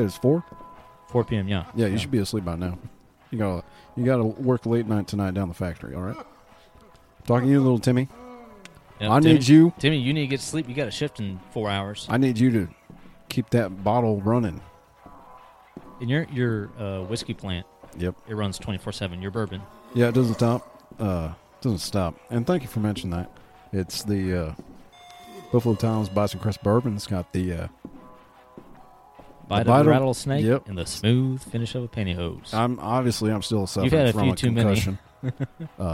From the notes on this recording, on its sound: come to you live from Pistol Pete's Liquor Ranch